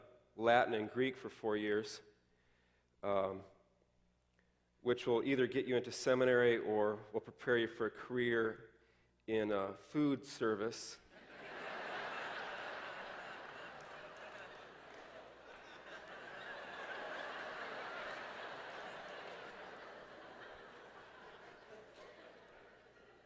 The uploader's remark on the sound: Delivers his testimony at the 2009 Defending the Faith Summer Conference.